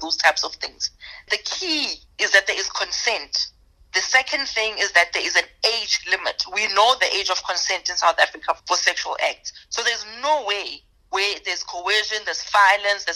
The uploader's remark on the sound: Spoke by phone.